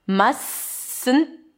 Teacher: I drop the T of the must.